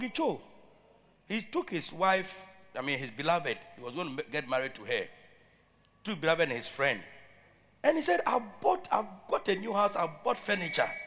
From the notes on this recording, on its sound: Preached at Loyalty House, Abbey, Dahwenya